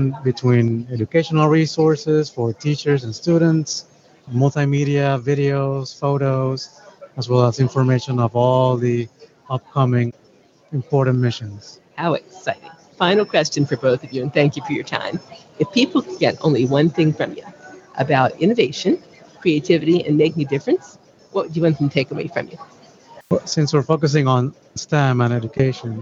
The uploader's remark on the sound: An Over Coffee® special-edition podcast, recorded onsite at Podcast Movement 2019.